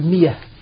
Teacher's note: الهمزة مفتوحة قبلها كسر يبدلها ياء